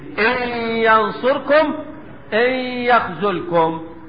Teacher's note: ادغام بغن. ليه؟ لوقوع الياء بعد النون الساكنة في كلمتين، حيث ان النون الساكنة اخر كلمتين والياء اول كلمة ينصركم وايه ويخذلكم.